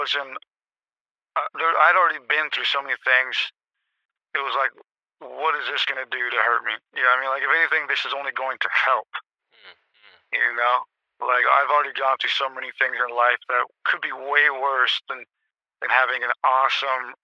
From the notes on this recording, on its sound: Call in Show. This is the 2023 year in review call in extravaganza.